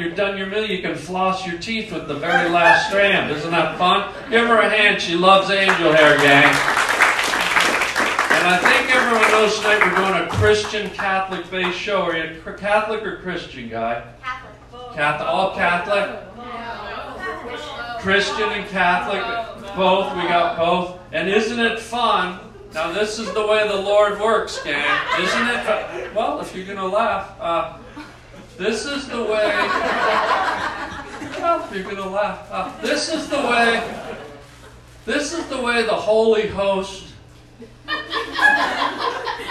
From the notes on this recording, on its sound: LIVE STAND UP to a religious group.